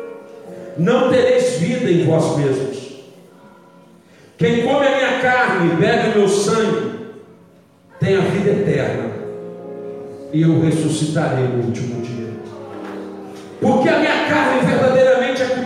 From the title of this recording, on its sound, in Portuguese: Culto de quarta-feira - 06/11/2019 (Santa Ceia) - Ao Vivo na Casa de Louvor